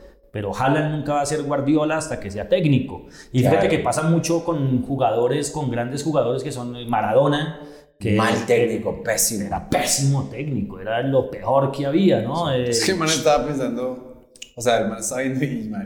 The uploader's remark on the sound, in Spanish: DISCULPAS POR EL ECO EN EL AUDIO. Directo desde Bogota.